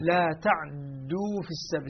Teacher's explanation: يعني إسكان العين مع تثقيل الدال · Term: إسكان محض